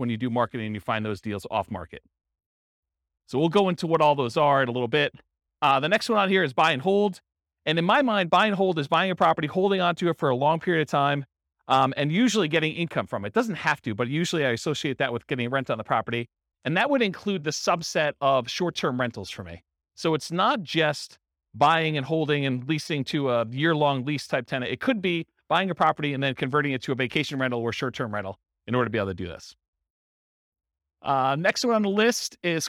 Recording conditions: live audience